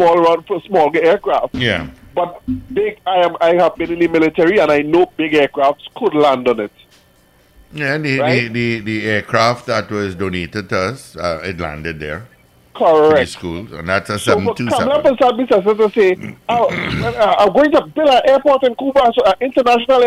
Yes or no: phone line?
yes